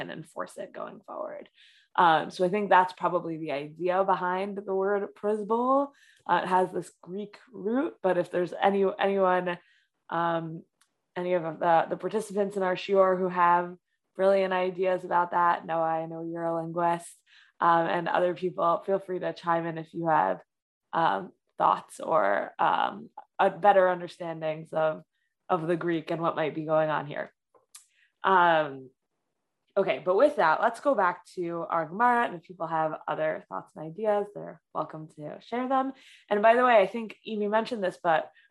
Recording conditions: video call